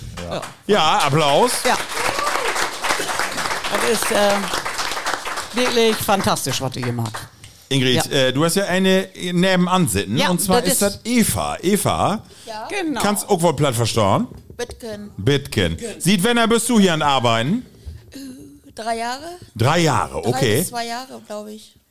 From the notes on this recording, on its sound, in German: Auf Einladung der Marienhausschule in Meppen waren wir am Dienstag, den 27.Februar 2024 live zu Gast in der Berufsfach-, Fach- und Fachoberschulen in Trägerschaft der Schulstiftung im Bistum Osnabrück.